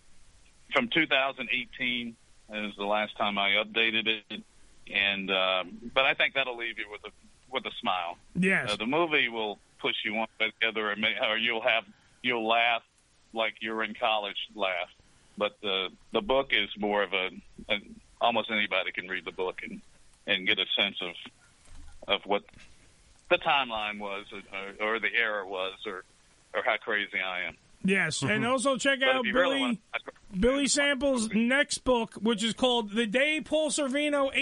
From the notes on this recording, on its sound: on the phone